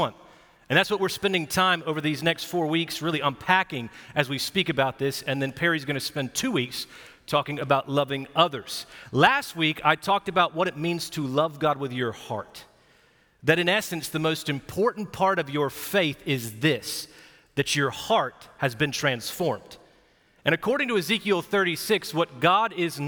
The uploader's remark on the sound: Recorded live at Brookwood Church on 4.23.2023